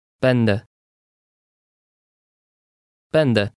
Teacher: The E with a tail resembles an EN when it appears in a word, but sounds like a normal Polish E when appearing at the end.